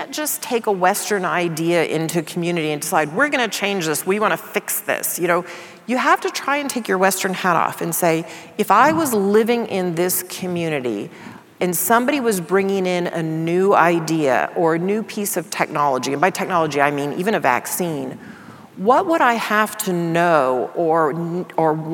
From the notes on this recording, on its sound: In front of a live audience in London.